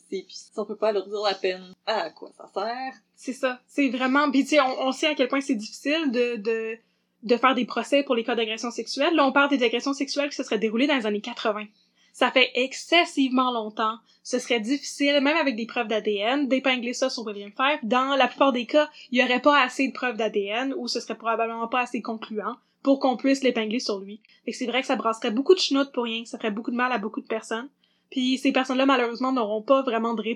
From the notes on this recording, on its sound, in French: La qualité audio de cet épisode n'était pas optimale.